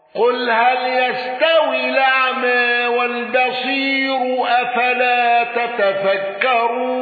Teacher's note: الأزرق بتقليل الياء وترقيق الراء